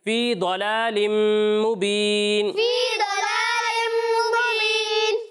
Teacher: غنہ کرنا ہے، اور غنہ کی مقدار ایک الف کے برابر ہے